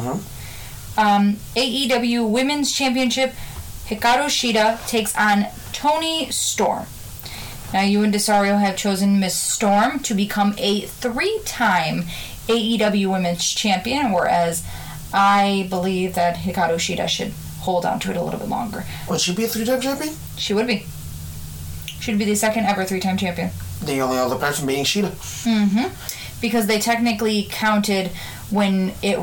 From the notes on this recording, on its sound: Headphone warning* We are still working out the kinks with this new site so please give us a couple episodes before everything is back to sounding 100%.